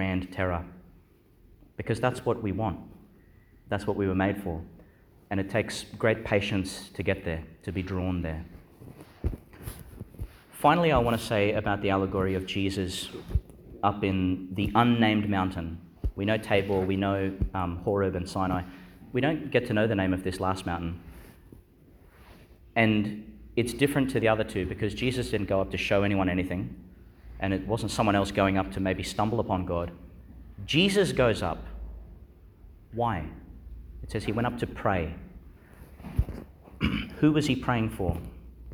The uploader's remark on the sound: Delivered (at the evening Mass) in Our Lady Star of the Sea Church, Gladstone. Homily for the Nineteenth Sunday in Ordinary Time, delivered (at the evening Mass) in Our Lady Star of the Sea Church, Gladstone.